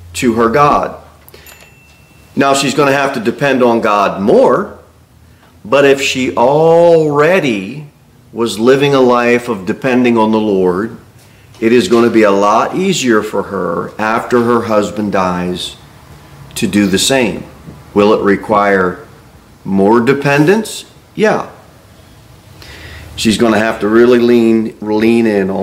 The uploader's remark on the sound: Sermon delivered at Pilgrim Baptist Church